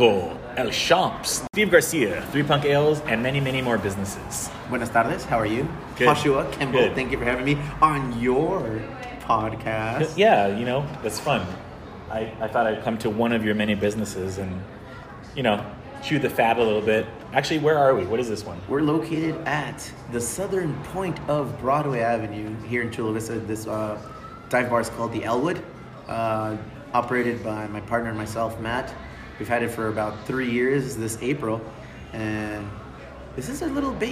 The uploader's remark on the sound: a conversation we did on location at his Chula Vista historic dive bar, The Elwood